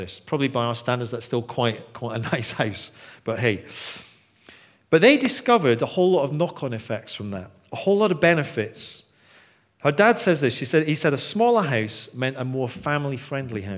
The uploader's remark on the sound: Recorded on 21st February 2016 at our Bournville gathering